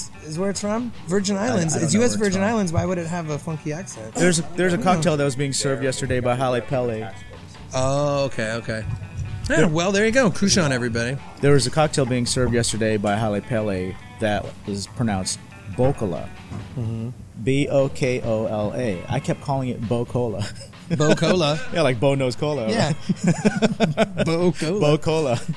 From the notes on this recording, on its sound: Live at Tiki Kon. We recorded this episode at this year's Tiki Kon event.